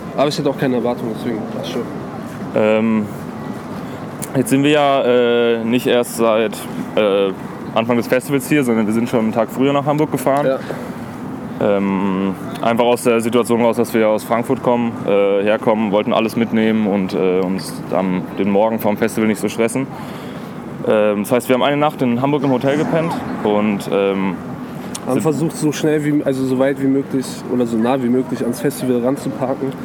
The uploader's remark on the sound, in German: MS Dockville 2019. All das natürlich direkt vom Festivalgelände.